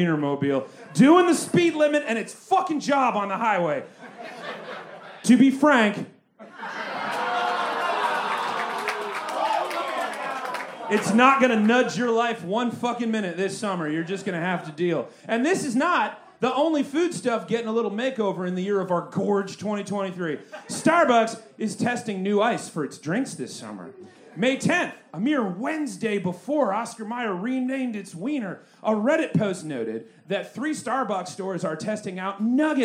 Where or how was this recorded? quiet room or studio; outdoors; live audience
live audience